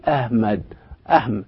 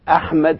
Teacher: هنلاقي إن الحاء بتكتب حاء لكنها عند النطق تقترب من حرف الهاء تماما · Shown in: first take